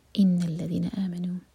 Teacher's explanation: ان نون پر غنہ، آمنوا سٹریچنگ کے بعد ما پر زور دیں گے